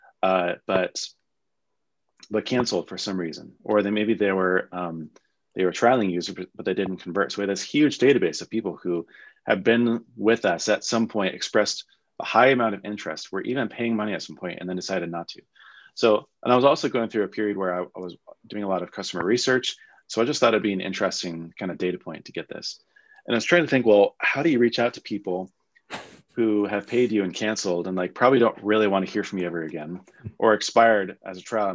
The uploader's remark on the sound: I figured I could strip out the audio of our Zoom chat for a surprise Weekend Drop!